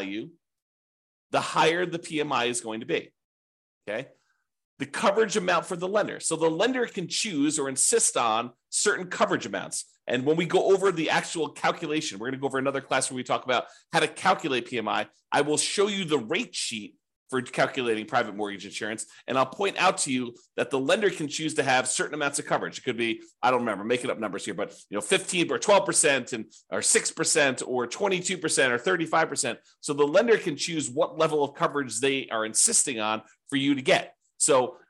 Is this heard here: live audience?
no